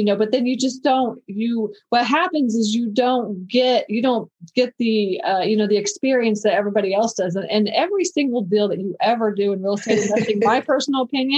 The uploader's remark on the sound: this is a Zoom interview & the quality is okay